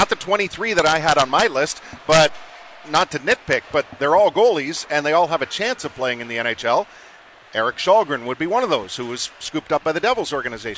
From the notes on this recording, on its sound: live from Sabres development camp